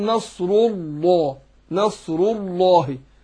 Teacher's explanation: مضموم، اللي هو ضم الراء، لان احنا اتفقنا في الوصل الهمزه بتسقط ما بتبقاش موجوده، فانا بدخل بعد الراء على لام لفظ الجلاله نصر الله، يبقى سقطت همزه الوصل. فخمنا لام لفظ الجلاله ليه؟ عشان سبقها مضموم اللي هي حرف الواو النصر المضمومه، فبقول نصر الله، نصر الله. · Term: التفخيم